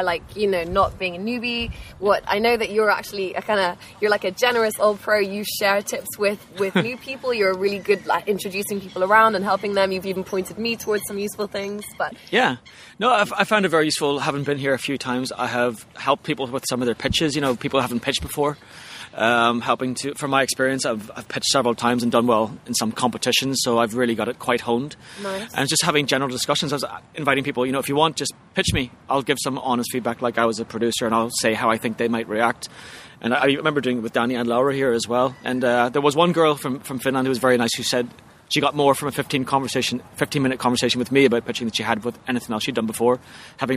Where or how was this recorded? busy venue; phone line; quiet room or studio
busy venue